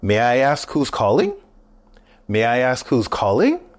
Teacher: listen for the rising intonation at the end of the question